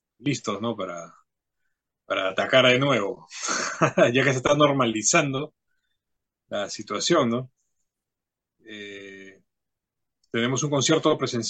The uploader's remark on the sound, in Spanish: Charlamos via zoom